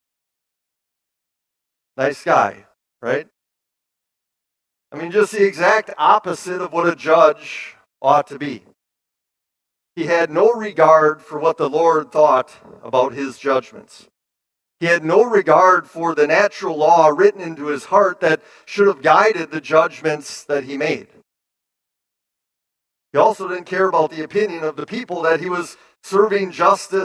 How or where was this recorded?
large echoing room